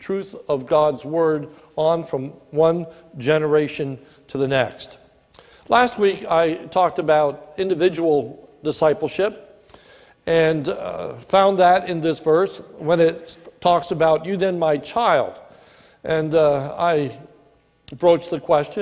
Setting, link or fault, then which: setting, large echoing room